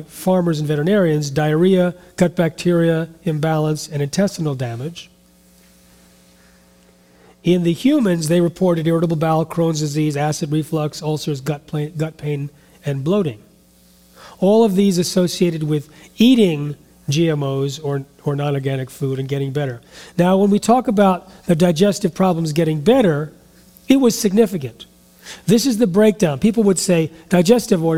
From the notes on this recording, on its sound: speaks in front a live audience